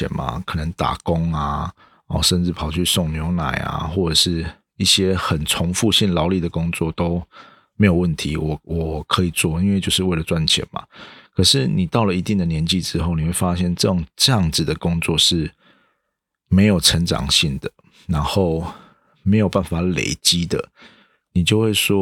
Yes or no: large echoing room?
no